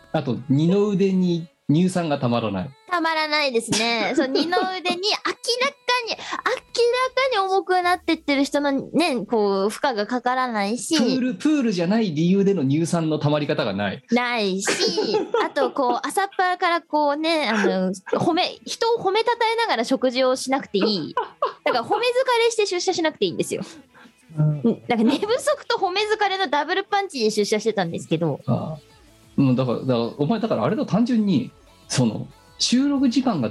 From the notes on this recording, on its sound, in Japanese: 本番組はリモート収録です。収録時環境の影響により、聴き取り辛い部分があります。途中で色々とノイズ等入りますが、収録時のものです。